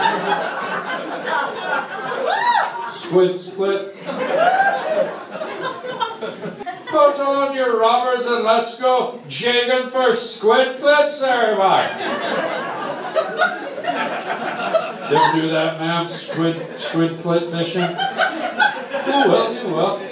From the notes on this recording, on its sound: live on stage at the Hollywood Improv